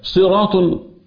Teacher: لولا التضخيم الذي في الصاد لكان السين